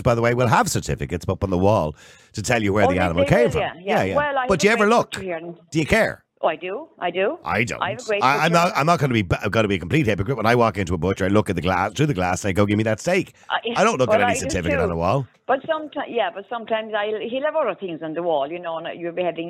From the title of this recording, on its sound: Callers ONly